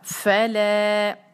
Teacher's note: فا کی آواز کے ساتھ جو ہے سانس کی آواز ساتھ شامل کریں گے، جیسے ہم اپنے سانس کے ساتھ موم بتی کو بجھاتے ہیں.